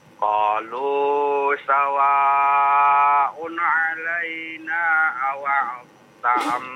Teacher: Wawunya di fathahkan. Jangan dipanjangkan A-nya.